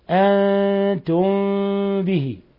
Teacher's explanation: تخفى الميم الساكنة عند الباء. بإطباق الشفتين أو بترك فرجة، الراجح عندنا ترك فرجة. · Term: إخفاء شفوي